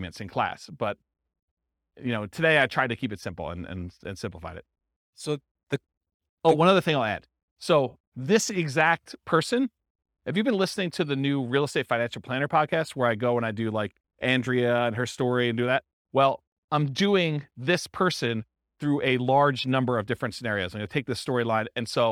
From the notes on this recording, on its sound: This was a live class recorded